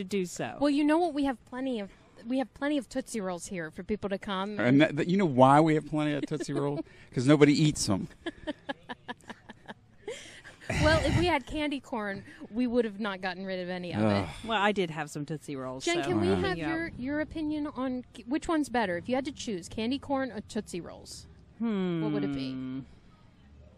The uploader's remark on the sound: Record live from the First Friday event in Gallipolis. Hear interviews from members of the Chamber of commerce, event organizers, vendors and attendees!